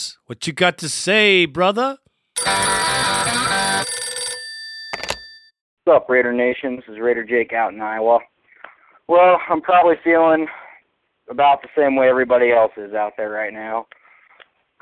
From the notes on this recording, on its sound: Raider Nation “Boneline” Call-in Segment